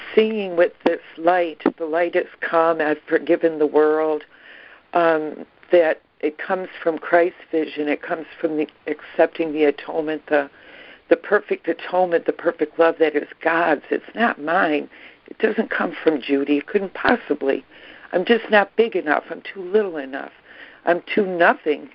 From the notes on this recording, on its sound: ACIM Daily Conference Call.